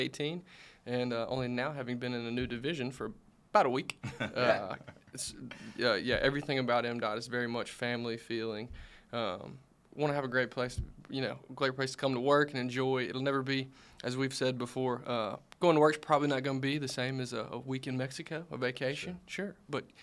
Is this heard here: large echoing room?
no